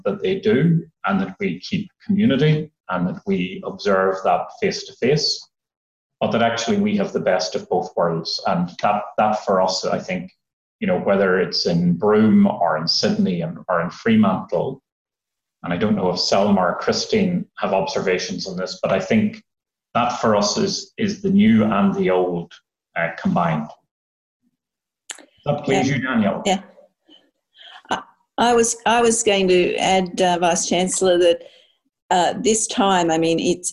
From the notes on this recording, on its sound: Zoom Q&amp;A session. Student and staff representatives sat down for a Zoom Q&A session with our Vice Chancellor.